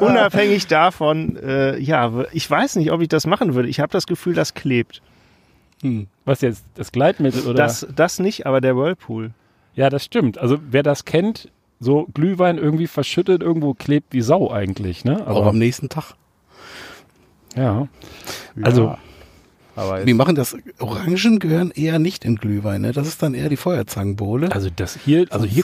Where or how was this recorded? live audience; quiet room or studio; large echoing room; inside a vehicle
inside a vehicle